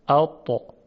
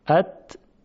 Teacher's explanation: میبینیم که صدای تا خیلی درشتر از صدای ت هست، اطا اطا. خب حالا چند تا مثال. · Term: تای دسته دار